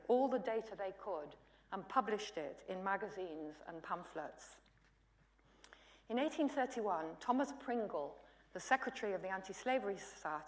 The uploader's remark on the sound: UCL Lunch Hour Lecture